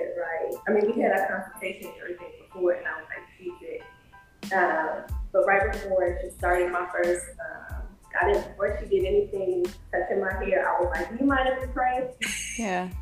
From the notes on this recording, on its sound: The Freedom House Museum here in New Orleans. In this first episode we had some audio issues.